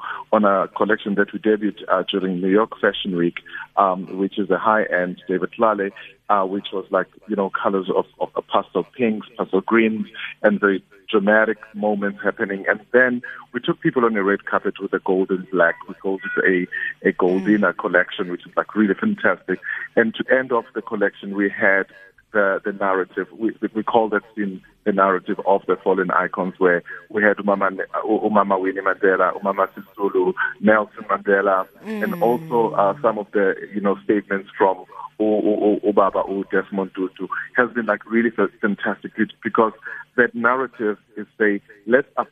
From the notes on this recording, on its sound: GUEST (phone)